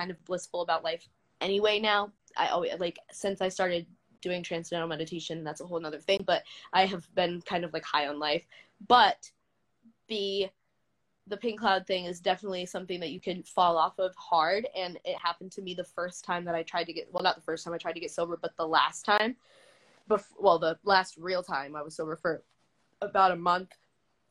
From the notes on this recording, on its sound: LIVE: "Talk Sober to Me" (IG Pop-up Pod). On a whim I hopped on IG Live. We took questions in the chat.